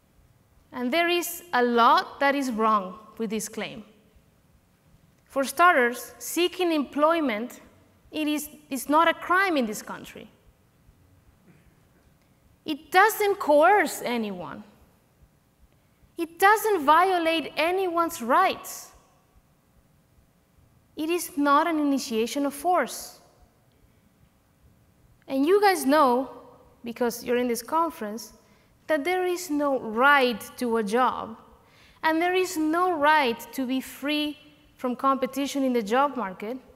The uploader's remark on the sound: Recorded live at OCON 2023.